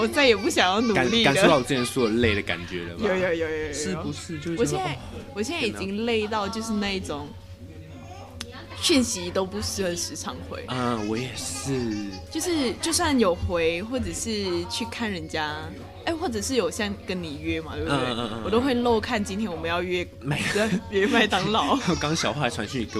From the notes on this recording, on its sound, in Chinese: 在外面錄音已經快要變成本節目特色，。手一直敲到桌子，。所以麥克風一直有雜音還請大家見諒。